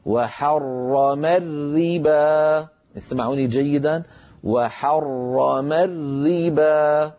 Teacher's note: حر راء مشددة مفتوحة، الري راء مشددة مكسورة، الأولى بحاجة إلى تفخيم والثانية بحاجة إلى ترقيق